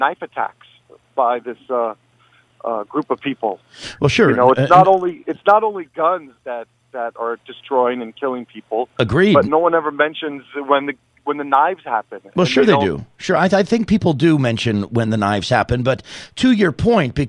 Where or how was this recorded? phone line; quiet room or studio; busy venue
phone line